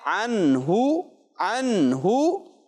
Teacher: تو نون ساکن کے بعد حروف حلقی میں سے کوئی حرف آ جائے تو اظہار ہوگا، یعنی نون ساکن کو ظاہر کر کے پڑھیں گے اور غنہ نہیں کریں گے